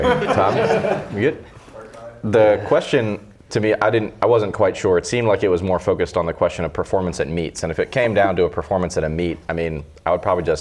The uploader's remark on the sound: This Q/A was recorded at our 2019 Berlin Seminar held at Berlin Strength.